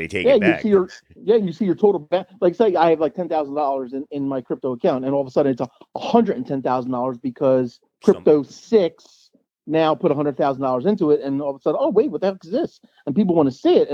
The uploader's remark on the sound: A phone interview.